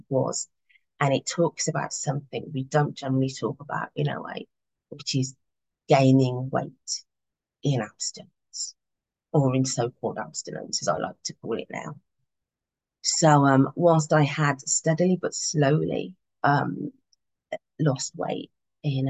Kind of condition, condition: link, video call